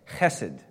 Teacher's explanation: You hear that good guttural sound of when you pronounce Hebrew, it's like clearing your throat.